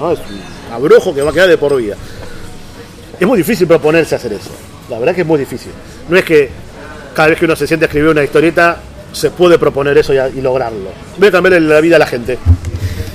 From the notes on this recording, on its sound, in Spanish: En la Gcomics Meetup #15